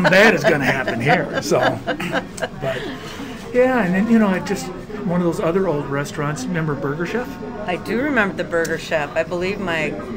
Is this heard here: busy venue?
yes